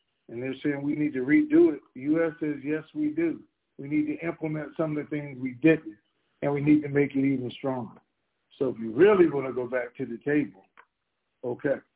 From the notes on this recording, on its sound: TNTSuperfantastic Conference Call